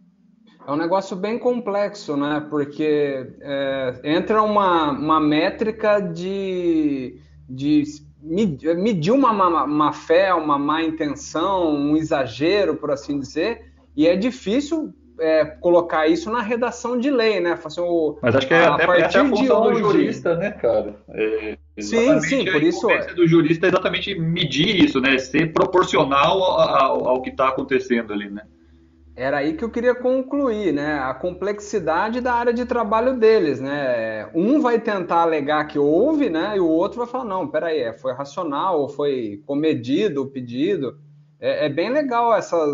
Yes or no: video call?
yes